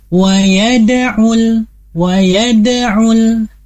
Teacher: Hati-hati, karena dal adalah, atau kita ketahui dal mempunyai sifat yang tidak dimiliki oleh huruf yang lain selain bajim dal to of, yaitu qalqalah. Maka kita pantulkan walaupun pantulannya tidak sempurna karena ada di tengah kalimat.